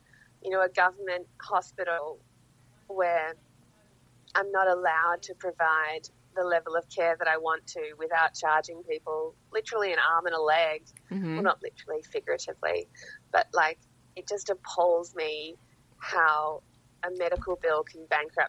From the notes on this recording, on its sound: recording via a facebook messenger call and a blutooth speaker up against a microphone